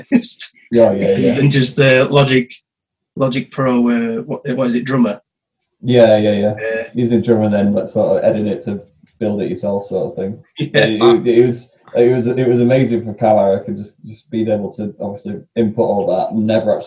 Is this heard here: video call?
yes